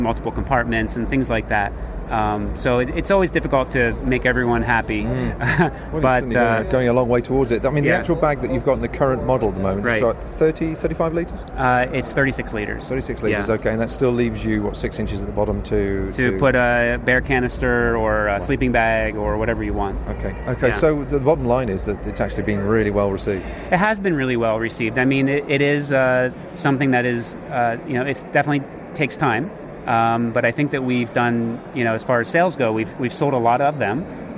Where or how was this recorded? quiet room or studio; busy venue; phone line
busy venue